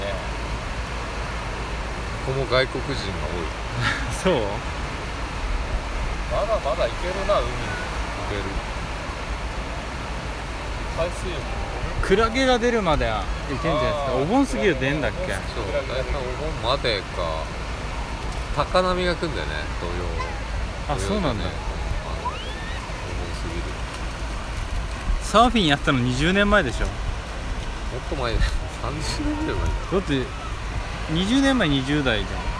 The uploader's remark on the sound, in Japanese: 栃木ナンバーで大洗に行く勇気。波打ち際ですので、音質は悪いと思います。